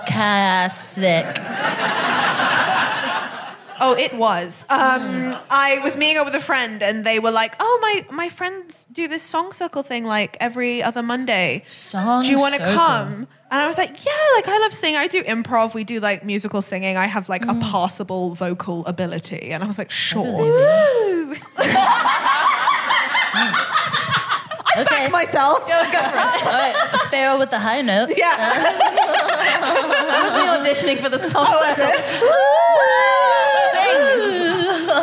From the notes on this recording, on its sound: Recorded 16 September 2022 at 21Soho in London.